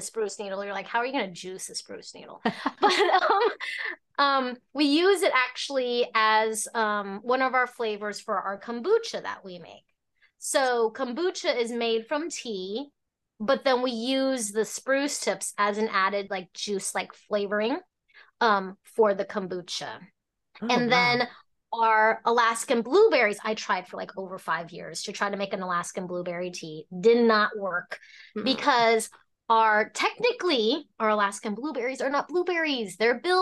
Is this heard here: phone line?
no